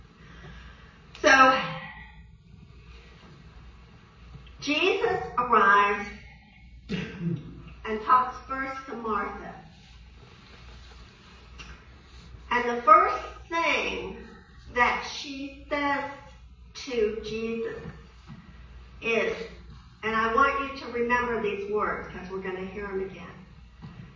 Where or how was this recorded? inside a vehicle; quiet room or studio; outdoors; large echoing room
large echoing room